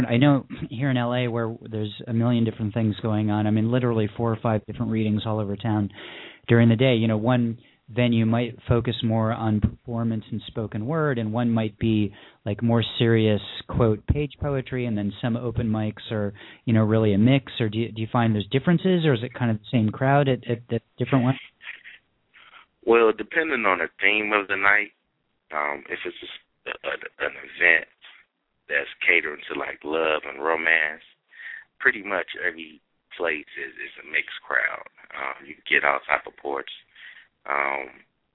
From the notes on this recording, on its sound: Callers from Cincinnati, OH, Athens, Alabama, Taunton, MA and Sherman Oaks, CA.